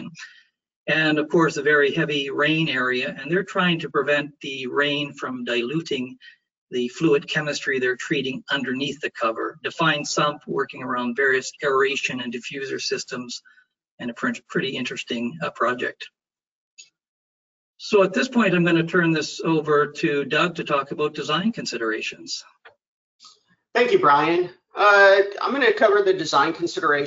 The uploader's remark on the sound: FGI Webinar. This is an audio version of the webinar.